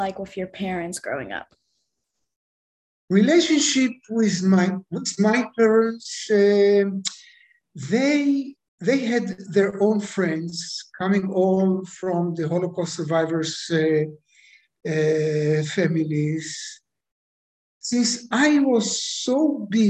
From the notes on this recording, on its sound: goes international via Zoom